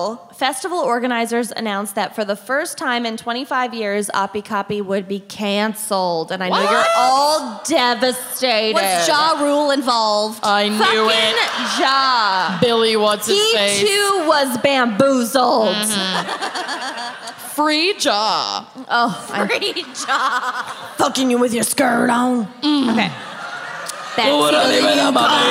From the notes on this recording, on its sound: Music Fest Mishaps (Austin LIVE).